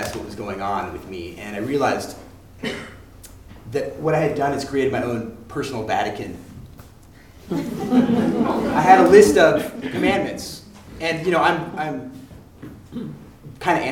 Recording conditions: live audience